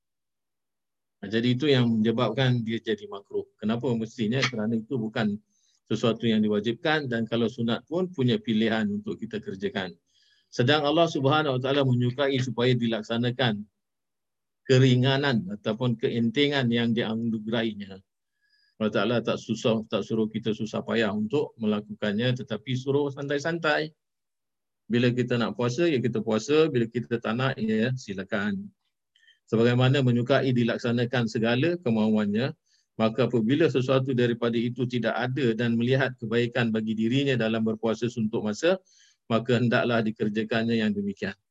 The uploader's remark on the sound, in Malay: Rakaman zoom pada setiap Jumaat 8 mlm (waktu Singapura).